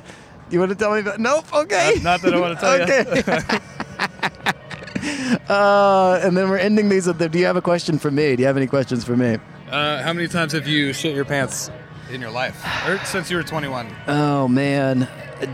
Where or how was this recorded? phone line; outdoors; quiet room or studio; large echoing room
outdoors